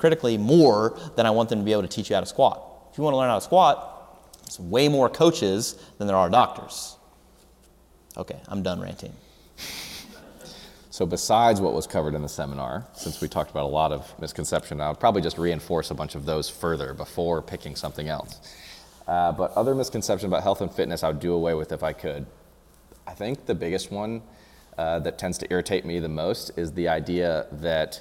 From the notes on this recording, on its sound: This is a Q/A recorded at our 2019 San Antonio Seminar on 3/30-3/31.